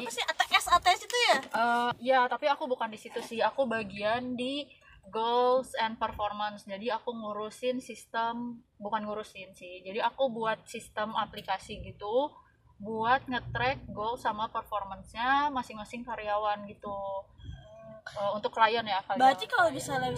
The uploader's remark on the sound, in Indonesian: Ditemani hujan dan kemacetan Kota Bandung. Banyak noise nih jadi maaf ya kalau misal sedikit tidak nyaman.